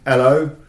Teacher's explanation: H's are often removed in a Cockney accent.